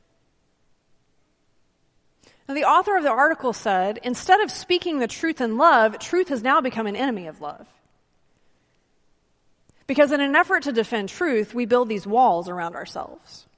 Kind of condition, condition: setting, large echoing room